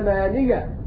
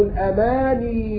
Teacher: قرأ بتخفيف الياء في كلمة الأماني أينما وقعت في القرآن الكريم. مثال ذلك لا يعلمون الكتاب إلا أمانية، فإذا وقف إلا أماني.